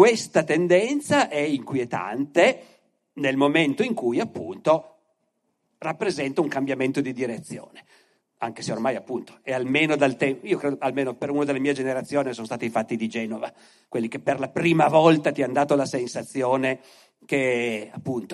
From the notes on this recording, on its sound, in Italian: Altri Mondi/Altri Modi (Askatasuna), Torino 2023. Ospite del festival culturale Altri Mondi/Altri Modi organizzato dal Centro Sociale Askatasuna di Torino.